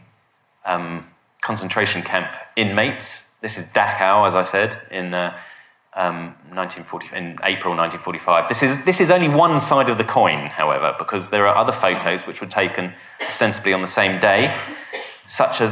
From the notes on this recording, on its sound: a lecture from our recent History Weekend